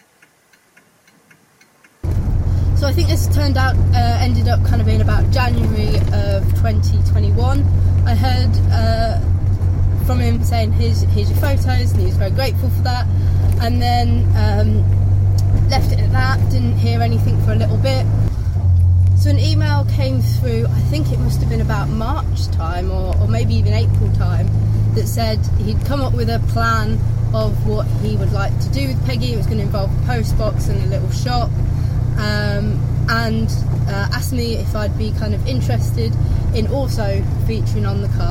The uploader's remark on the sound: All recorded from my 1968 Morris Minor, Peggy.